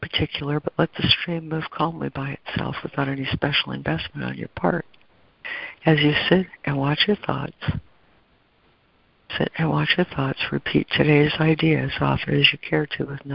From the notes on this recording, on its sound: ACIM Daily Conference Call